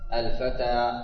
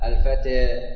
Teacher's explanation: في بعض لغات العرب ذهبوا بالفتحة عند نطقها إلى جهة الكسرة · Shown in: second take · إلى جهة الكسرة، فإن كان بعدها ألف ذهبوا بالألف مع ذلك إلى جهة الياء. · Term: الإمالة